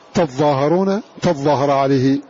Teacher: فأدغم التاء الثانية في الظاء · Term: الإضغام